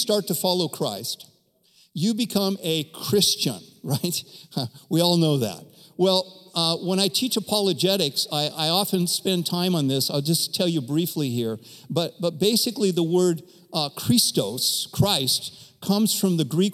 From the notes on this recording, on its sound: Recorded from our 11am in person service in Meridian, Idaho.